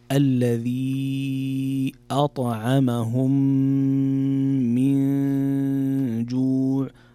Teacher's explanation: نون ساكنة جاء بعدها حرف الجيم والجيم من حروف الإخفاء · مد منفصل يمد بمقدار 2 حركات أو 4 أو 5 حركات